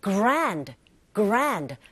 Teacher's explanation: 은 사운드, 디 사운드 같이 붙어있을 때 역시 디 사운드 미약하게 들리죠